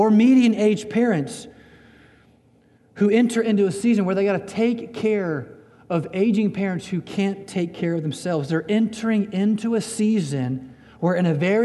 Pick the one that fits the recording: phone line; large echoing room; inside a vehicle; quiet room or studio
large echoing room